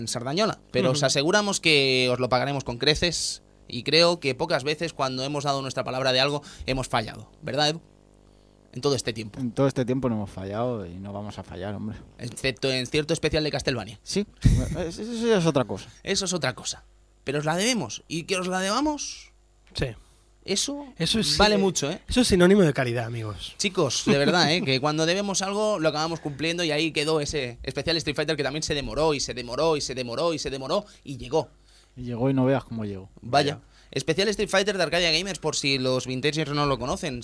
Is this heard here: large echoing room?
no